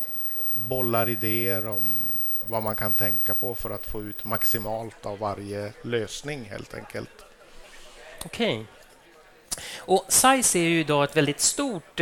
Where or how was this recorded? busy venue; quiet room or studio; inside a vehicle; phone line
busy venue